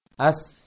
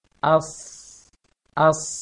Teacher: Sod ini tebalkan saja, naikkan saja lisannya. Seperti tidak jauh beda dengan sin, cuma dia agak dinaikkan lisannya ke langit-langit.